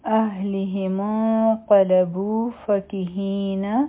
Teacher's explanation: په انقلبو کې اخفا هم ده، ځکه چې د نون ساکن نه پس قاف راغی، نو دلته کې به مونږه غټه اخفا کوو